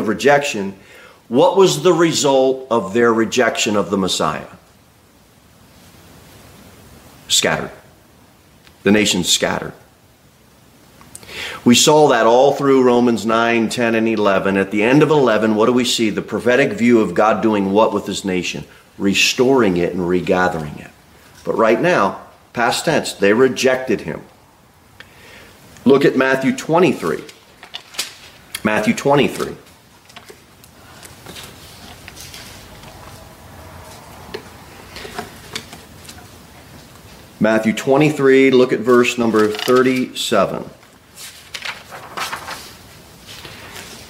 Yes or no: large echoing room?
yes